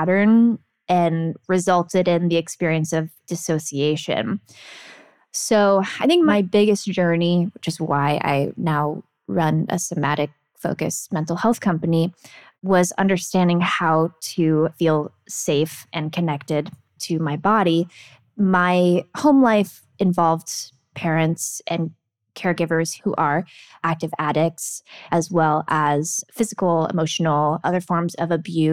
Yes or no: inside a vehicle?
no